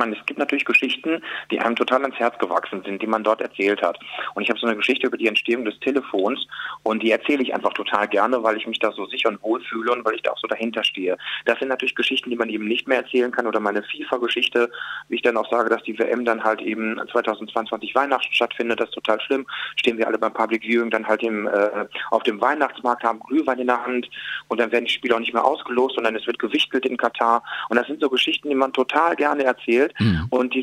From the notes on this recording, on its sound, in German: Wir haben ihn im Live-Call auf JOKE FM.